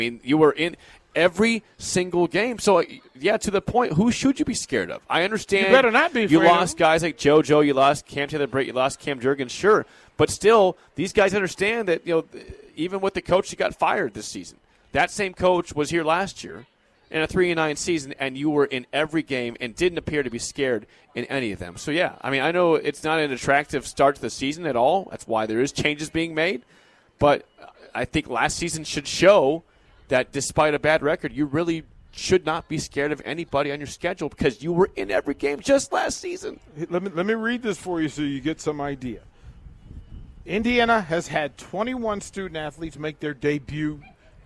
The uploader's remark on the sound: Nebraska Football Talk Live from Barry's.